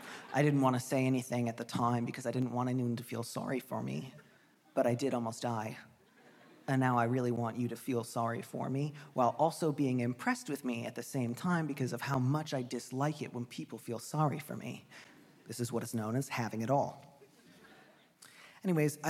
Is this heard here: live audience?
yes